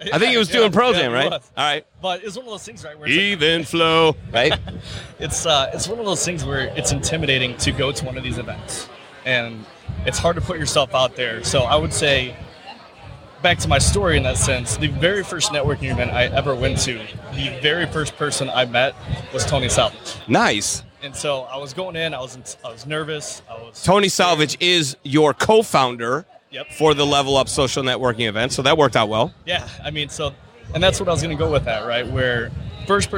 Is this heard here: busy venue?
yes